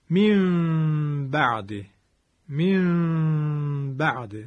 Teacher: مثالی که گفتم این بود، من بعده، که به این ترتیب این شکلی خواهد شد، من بعده، من بعده. صدام از بینی اومد، لبهام رو حالا شما عزیزان نمیبینید، یک مقدار بسیار کمی باز گذاشتم. قبلی ها مثلا میگفتن که به اندازه یک برق کاغذ نازو که بتونه از بین لب رد بشه، و دو حرکت کشش دادم و عرضم بزرگون که به این ترتیب غنه اقلاب رو آوردم.